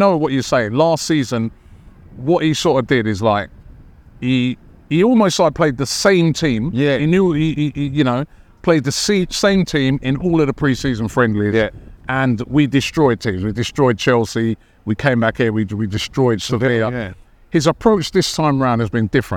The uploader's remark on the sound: Special Live From Arsene Wenger Statue Unveiling!